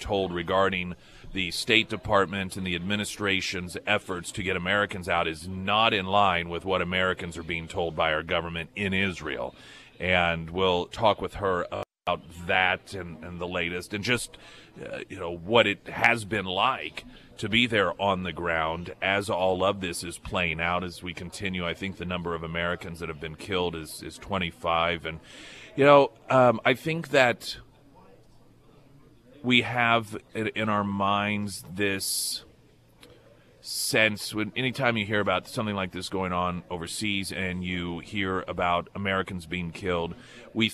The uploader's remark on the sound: Live at Scramblers Diner.